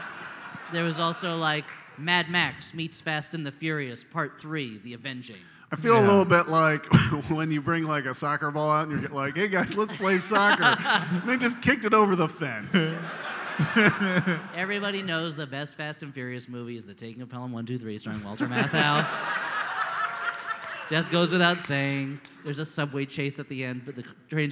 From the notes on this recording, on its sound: We dig into our vaults to bring you this live The Great Wall episode, from the Philly Podcast Festival!